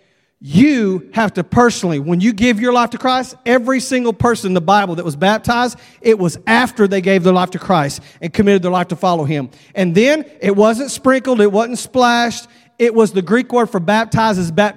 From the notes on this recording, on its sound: at Broadway Baptist Church, Lexington, Kentucky